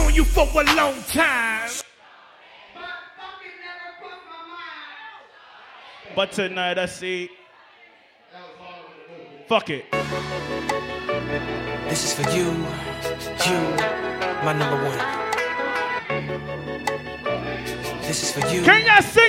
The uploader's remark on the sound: International Brunch Series Live At Polygon